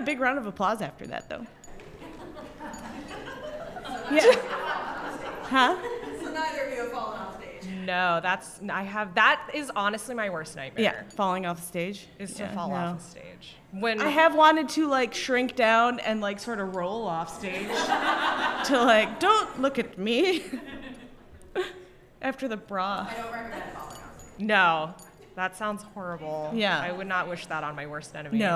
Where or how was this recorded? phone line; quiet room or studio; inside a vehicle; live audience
live audience